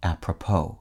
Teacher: the word's emphasis lands on its last syllable, which ends in a silent S